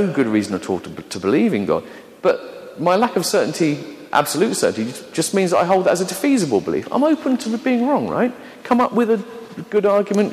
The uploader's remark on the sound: an edited version of a talk given to a Sea of Faith Network conference in London